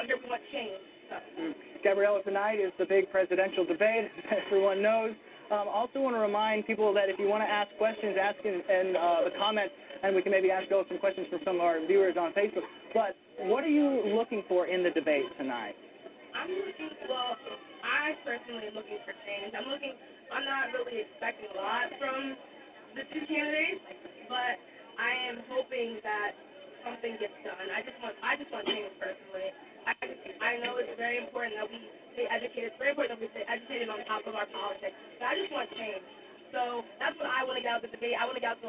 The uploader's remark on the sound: as well as your phone calls